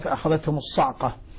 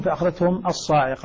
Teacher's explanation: بكسر العين لا نقول الصعقة، الصاعقة. فإذا حذفت الألف سكنت العين · Shown in: first take